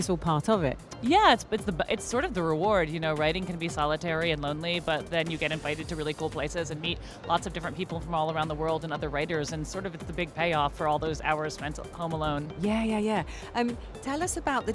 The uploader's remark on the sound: Live from SIBF 2023